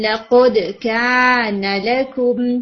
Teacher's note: کاف کے بعد الف مد دیا ہے، نون کے بعد نہیں ہے، تو کا ٹو حرکہ جائے گا، نون نہیں